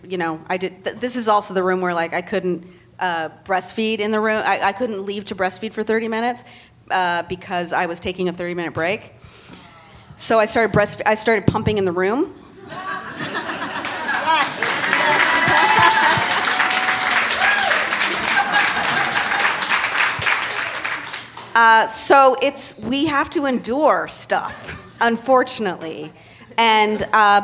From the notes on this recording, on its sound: Recorded at ATX Television Festival